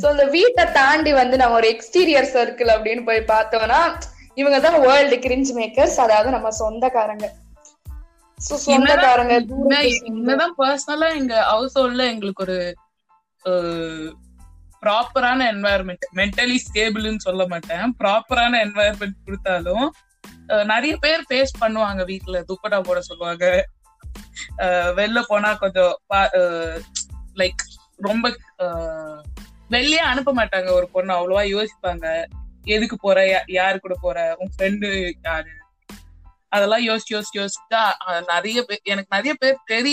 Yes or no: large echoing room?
no